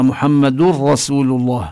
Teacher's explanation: من الدال المضمومة ننتقل إلى الراء المشددة. هذا الإدغام بلا غنة.